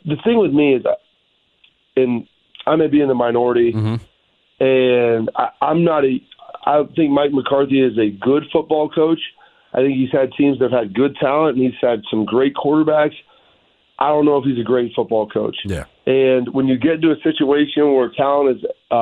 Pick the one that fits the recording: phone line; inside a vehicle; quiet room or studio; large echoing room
phone line